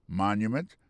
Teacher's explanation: Pour le mot monument, il tombe sur le premier syllabe là.